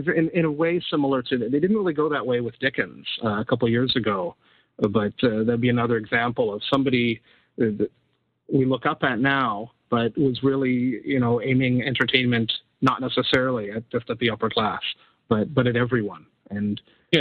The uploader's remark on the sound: Live Roundtable Episode. Recorded live on the net via TalkShoe.